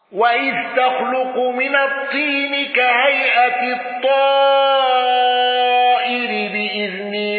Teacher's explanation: ابن ذكوان بالسكت على ال والمفصول